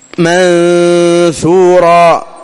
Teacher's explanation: نون ساكنة بعدها ثاء إخفاء